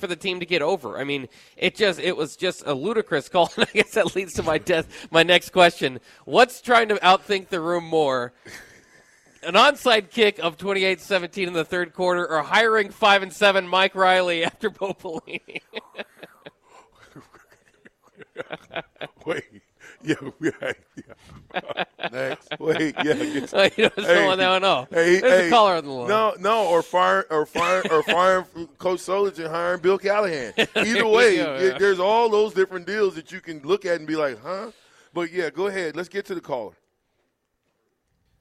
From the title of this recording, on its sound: LIVE at Wingstop